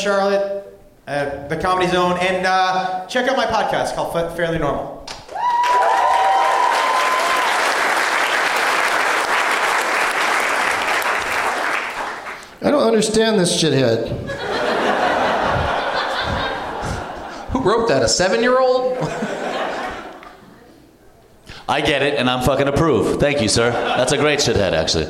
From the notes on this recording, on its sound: Live from the Fort Lauderdale Improv